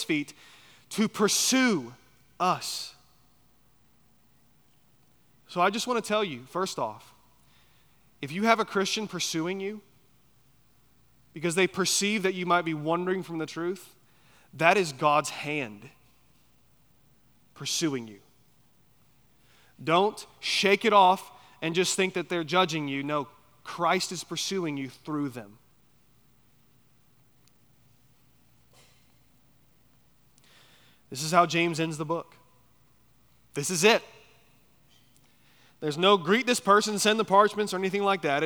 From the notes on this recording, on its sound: at Chaffee Crossing Baptist Church in Barling, AR.